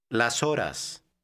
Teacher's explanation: Las horas. Notice how those two words are pronounced together without stopping between them.